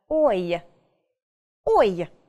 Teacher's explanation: То есть положение, да, положение губ у нас меняется. Начинаем с о, заканчиваем на и. · Term: дифтонг